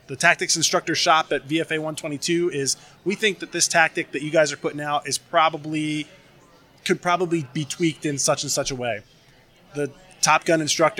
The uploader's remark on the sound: Live from Tailhook